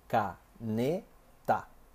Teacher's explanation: Significa que a sílaba tônica, a sílaba mais forte, é a penúltima, podendo levar acento gráfico ou não. · Term: paroxítona